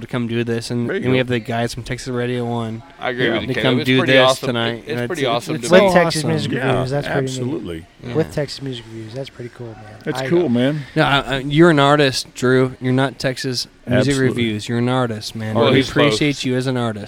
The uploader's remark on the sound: Episode recorded at the Pacific Yard House in Downtown Conroe! Episode recorded at the Pacific Yard House in Downtown Conroe!